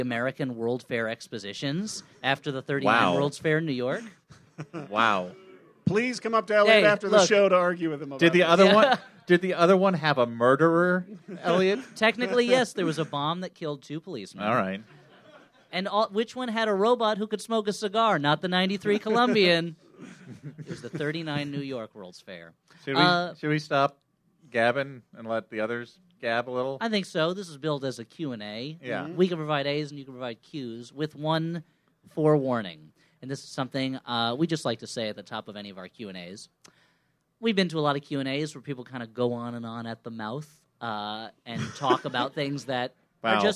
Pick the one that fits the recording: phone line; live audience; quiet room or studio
live audience